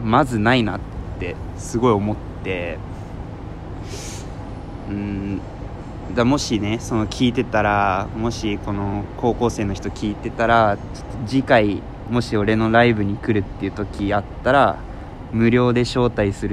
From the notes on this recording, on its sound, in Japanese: 今回は急遽オープニングなし、曲なしの外での収録をしました。